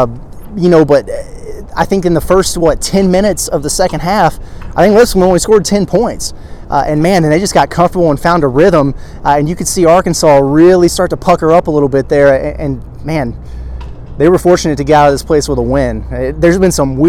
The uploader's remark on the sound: live reaction and takeaways outside Simmons Bank Arena